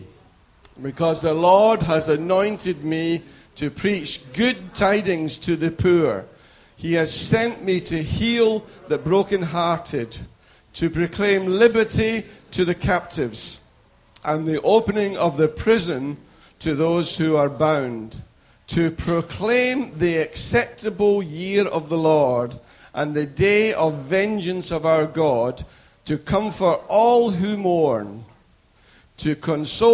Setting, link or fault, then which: setting, large echoing room